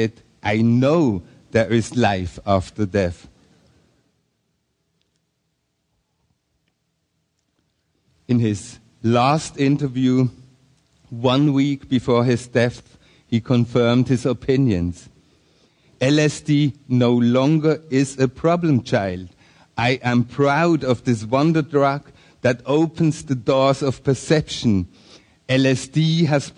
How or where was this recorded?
live audience